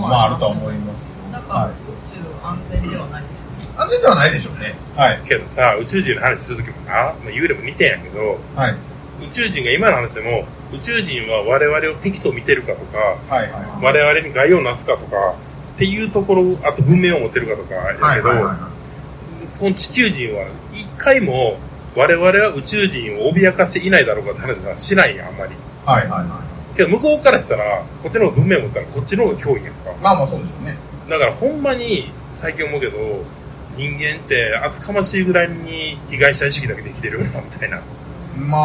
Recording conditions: poor sound quality